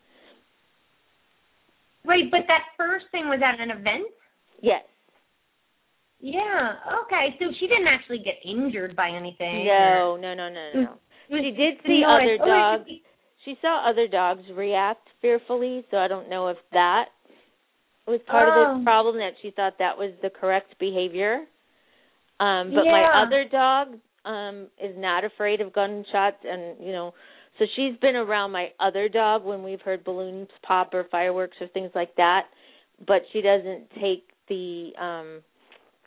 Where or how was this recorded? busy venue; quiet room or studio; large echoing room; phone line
phone line